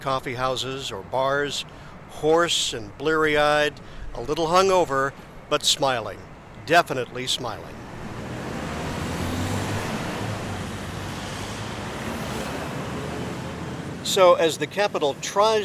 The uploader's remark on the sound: Madrid World Cup Celebration for Deutsche Welle by Soundrich.